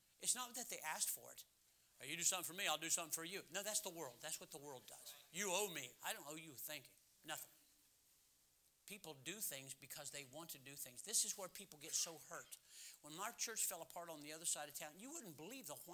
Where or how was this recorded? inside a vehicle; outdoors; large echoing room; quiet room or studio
large echoing room